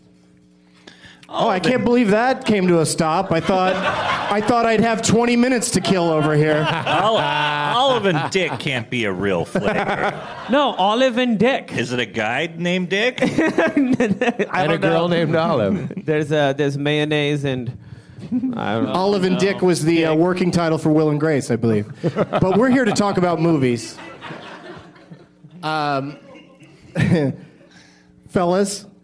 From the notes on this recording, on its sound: Live from Stage 773 at the Chicago Just For Laughs festival